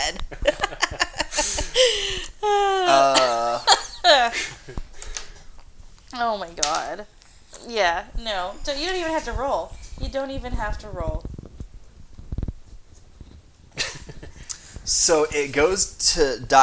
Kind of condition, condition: fault, sounds in the background